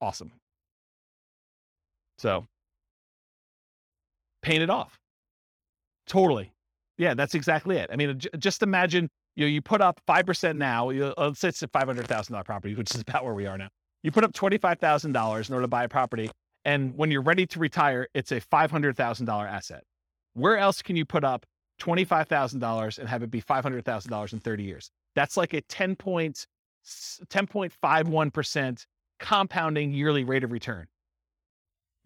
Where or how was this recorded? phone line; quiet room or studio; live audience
live audience